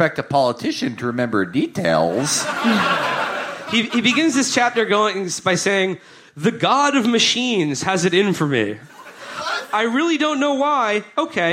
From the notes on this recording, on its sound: Our June 3rd live show from Glasgow, Scotland's home of tonic wine and knife crime.